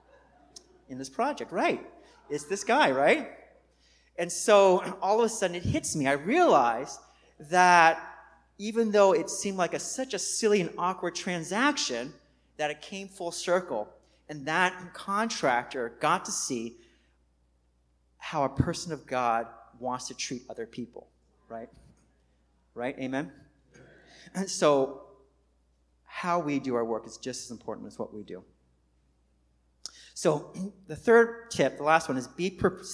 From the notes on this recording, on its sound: Recorded on 2016-09-04 at the 11:30am Service.